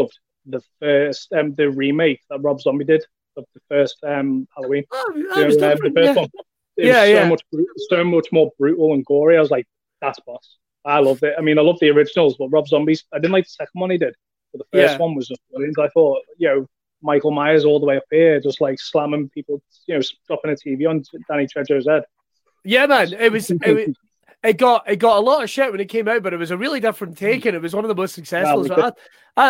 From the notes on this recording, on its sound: This episode was recorded live and remote because of the current COVID-19 pandemic.